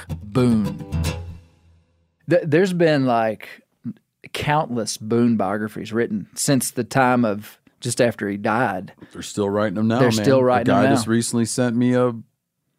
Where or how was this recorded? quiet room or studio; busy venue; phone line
quiet room or studio